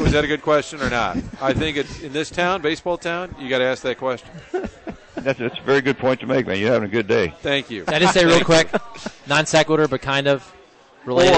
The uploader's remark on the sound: broadcasting live from Blondie's off Wash Ave